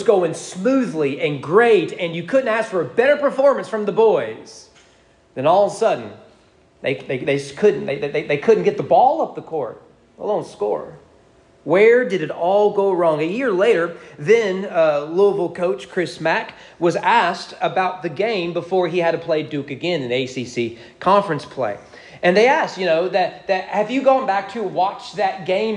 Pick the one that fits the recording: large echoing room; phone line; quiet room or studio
large echoing room